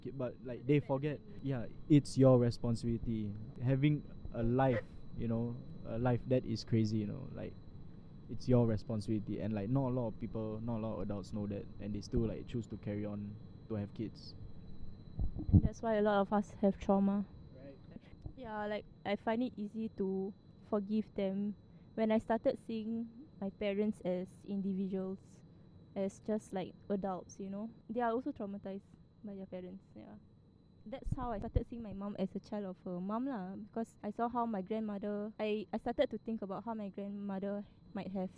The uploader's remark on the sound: Sorry for the Bad Audio hahahah we were recording next to a ventilator.